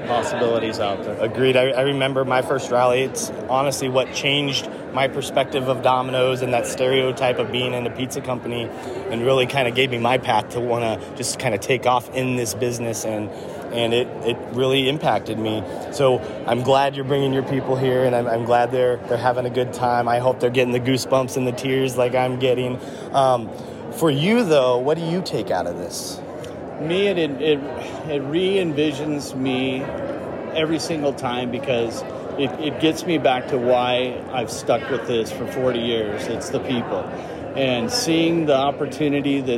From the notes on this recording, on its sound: Sounds of the Rally. Live reactions from the Rally! Short interview clips of Dominoids from around the world!